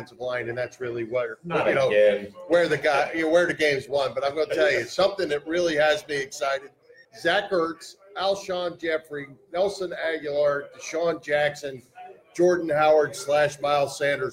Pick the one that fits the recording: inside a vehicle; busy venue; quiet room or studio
busy venue